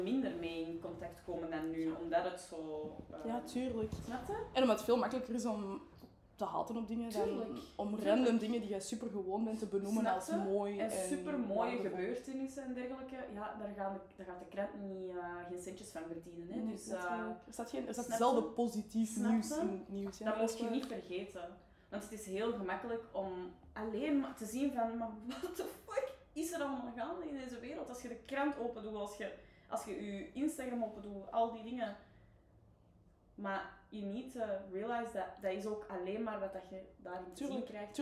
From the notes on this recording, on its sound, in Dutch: Helaas hebben we ondervonden dat er wat is misgelopen met de audio.